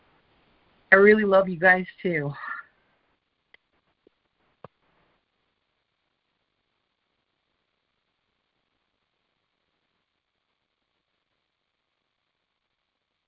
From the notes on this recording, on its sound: ACIM Daily Conference Call.